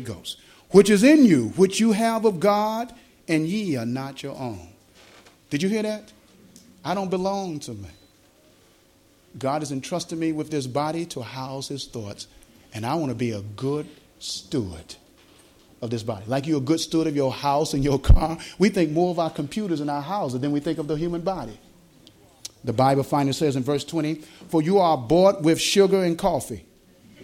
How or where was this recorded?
live audience